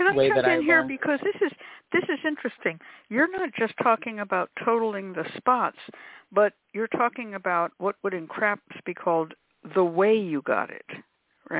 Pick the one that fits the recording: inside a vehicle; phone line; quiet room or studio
phone line